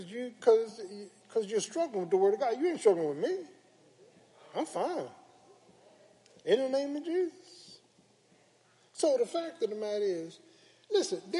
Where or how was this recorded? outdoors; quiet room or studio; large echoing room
large echoing room